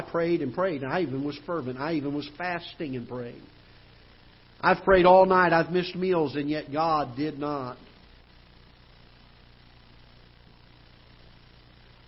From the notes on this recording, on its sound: Ketha Heights Baptist Church ~ Live Broadcast.